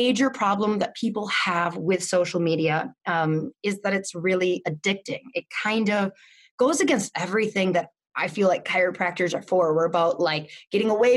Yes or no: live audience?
no